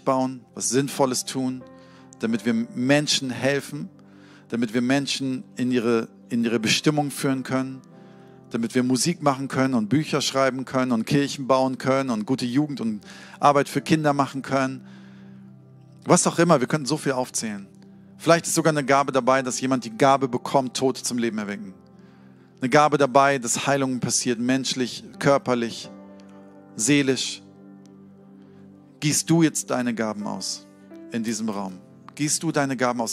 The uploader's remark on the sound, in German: Sonntagspredigt aus dem Standort Bochum.